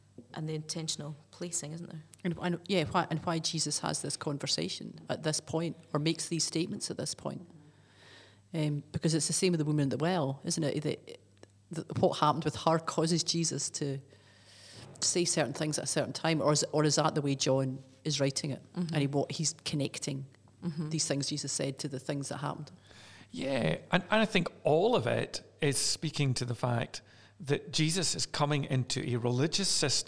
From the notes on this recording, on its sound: In this specially-recorded in-person episode. This episode was recorded in Aberfeldy Church.